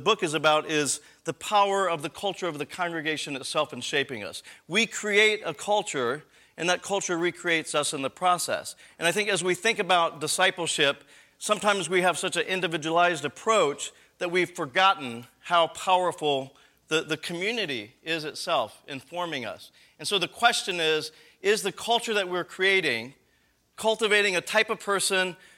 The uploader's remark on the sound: This episode is the audio from the Friday evening session of the 2012 Missional Learning Commons